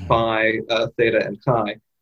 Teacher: One thing that characterizes the sound of Latin as opposed to Greek is that whereas Greek retained sounds that were so-called aspirates, pa, ta, and ka, as the letters which are now actually pronounced as fricatives